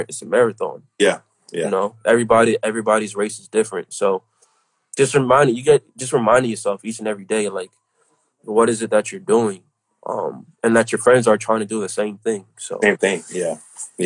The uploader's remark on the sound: This is why the Crew decided to turn the live interview into an audio file.